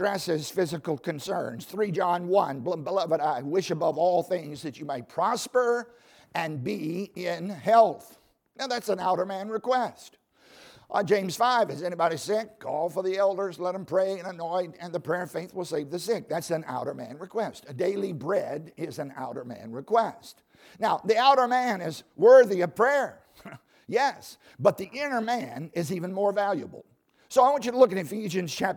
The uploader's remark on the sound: as a part of the 2020 Spiritual Awakening Conference at Baptist College of Ministry